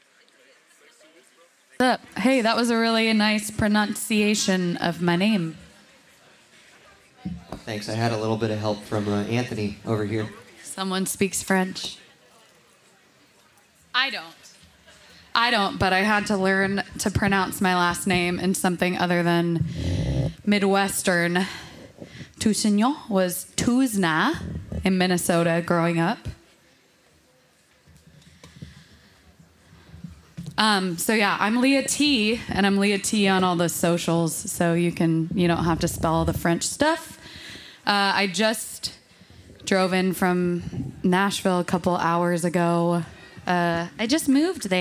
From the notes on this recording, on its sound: Recorded live at Late at the Lake, at Mozart's Coffee Roasters in Austin, Texas on Tuesday, October 25th, 2022.